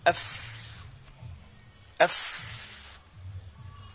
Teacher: الفاء بتخرج منين؟ بتخرج من أطراف الثنايا العليا مع باطن الشفاه السفلى، تقول أف أف.